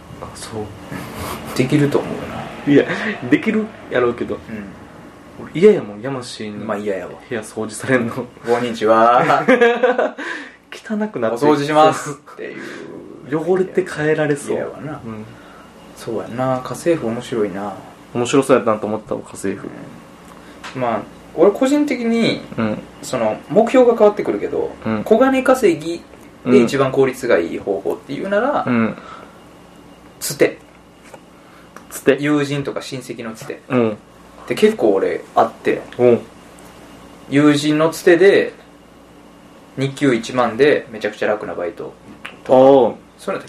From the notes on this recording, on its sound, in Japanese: ラジオの雑音